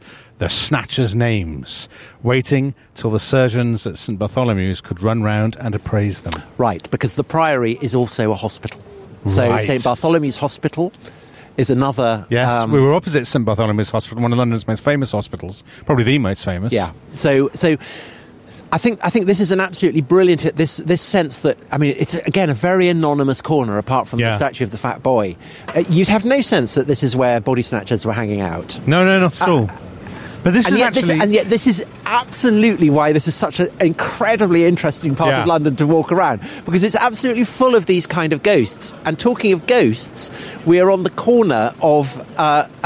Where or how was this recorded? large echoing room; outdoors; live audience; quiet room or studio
outdoors